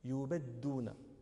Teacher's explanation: هكذا رويناه عن جميعهم بضم الدال وتشديدها